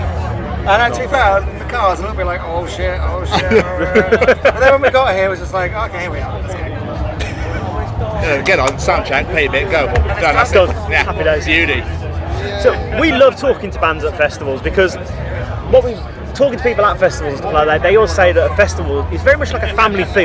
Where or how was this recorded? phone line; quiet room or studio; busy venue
busy venue